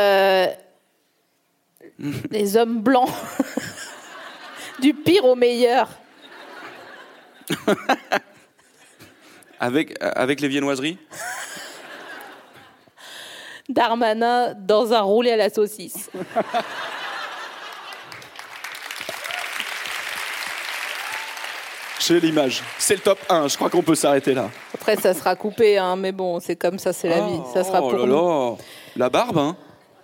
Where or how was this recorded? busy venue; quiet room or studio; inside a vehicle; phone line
busy venue